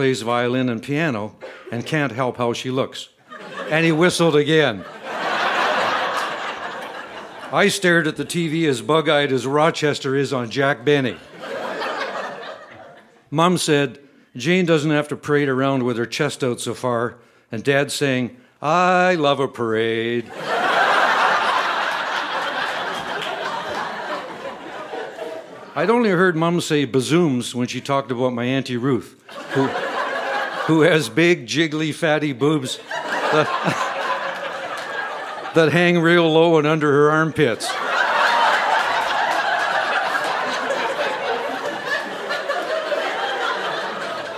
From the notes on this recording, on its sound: Recorded live at The Refinery in Saskatoon, SK.